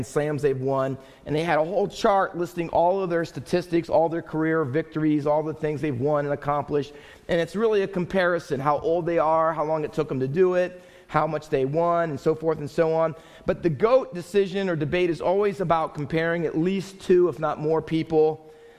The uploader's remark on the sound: Faith Baptist Church in Hamilton, NJ.